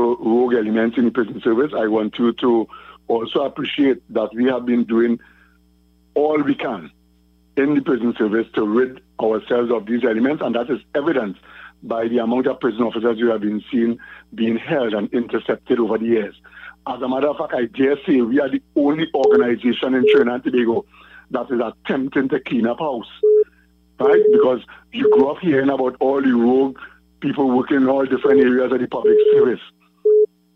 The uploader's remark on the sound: During this hour we take calls from our audience